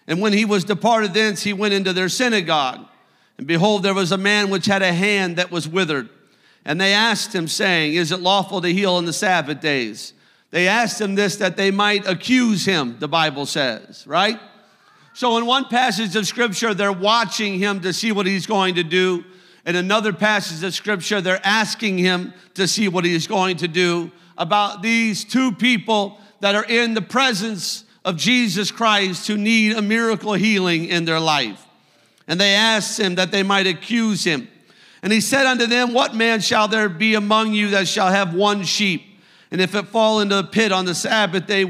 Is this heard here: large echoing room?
yes